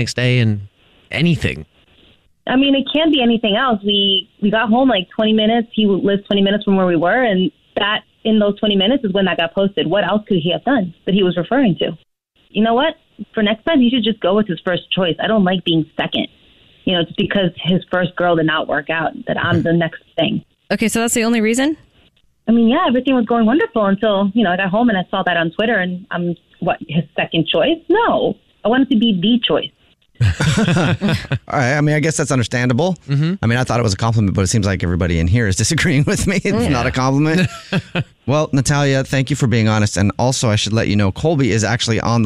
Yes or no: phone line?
yes